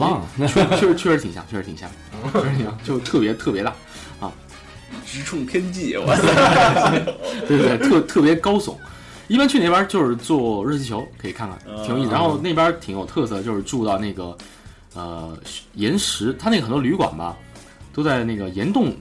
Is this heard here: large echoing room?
no